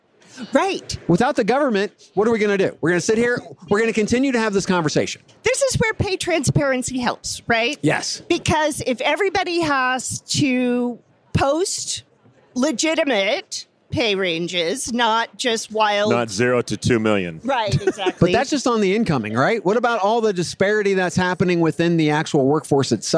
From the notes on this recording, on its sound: Recorded live at the HR Tech Conference from the Fuel50 booth in Las Vegas.